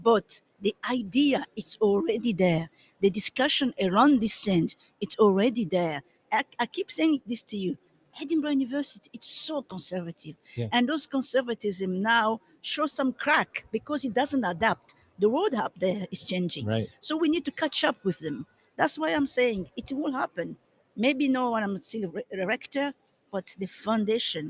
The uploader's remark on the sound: recorded LIVE & in person from the 2021 World Innovation Summit for Education (WISE)